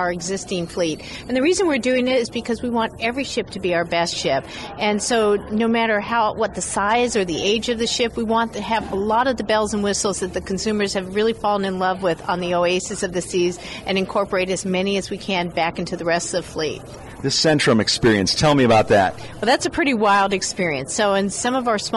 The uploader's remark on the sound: Cruise3Sixty Broadcasting in Fort Lauderdale. We broadcast from the largest cruise conference in the world.